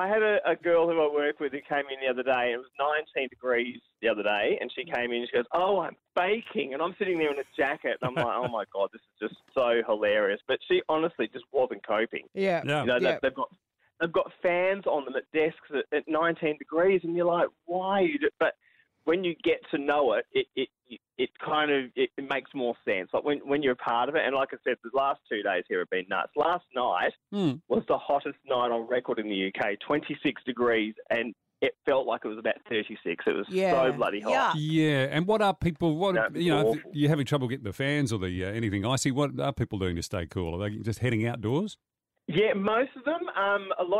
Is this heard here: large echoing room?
no